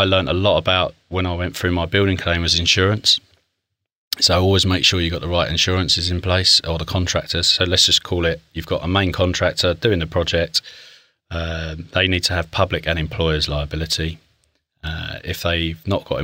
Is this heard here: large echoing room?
no